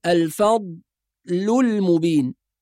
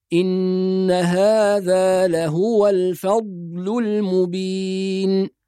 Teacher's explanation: أيضا بعض الناس يسكت بين الضاد واللام فيقول الفضل المبين، وهذا خطأ في الأداء، يبقى لازم نحافظ على نطق الضاد الساكنة بدون قلقلة بدون فصل أو سكت · Shown in: second take · فنقرأ هكذا إن هذا لهو الفضل المبين.